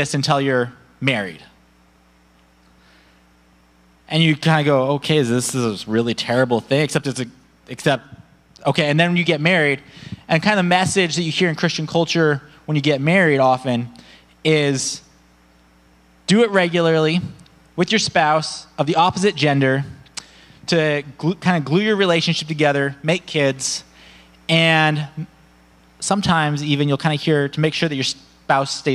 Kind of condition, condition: setting, large echoing room